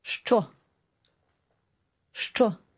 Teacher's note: The first word begins with a sound which we don't have in English. This sound is a combination of sh and ch sounds. And while there is not a single letter in English that corresponds to this sound, if you say the words push and choose very quickly together, you can hear and make this sound.